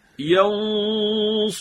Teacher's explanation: اگر اخفا در نزد اینها خواستیم انجام بدیم، باید اخفا ما بوی همون تفخیم و درشتی حرف مابقی رو به خودش بگیره